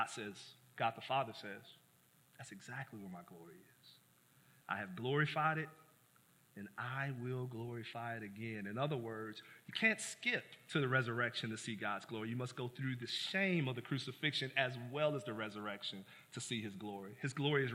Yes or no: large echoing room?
yes